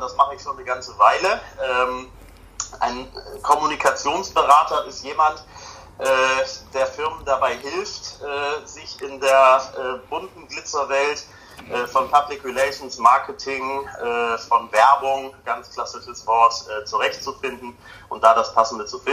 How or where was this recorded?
phone line